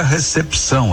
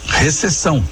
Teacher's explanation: A gente escreve recepção e pronuncia recepção, a gente lê o que está escrito. Esse P de pato, diferentemente do que a gente diz no dia a dia, não é mudo, ele é lido, ele é pronunciado. · Shown in: first take